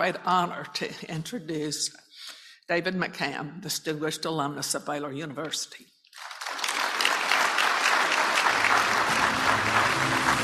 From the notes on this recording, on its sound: acceptance speech as a Distinguished Alumni for Baylor Line Foundation's Hall of Fame 2022